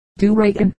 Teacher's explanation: the whole being pronounced, as with a slight brogue, do reckon, the accent falling on the middle syllable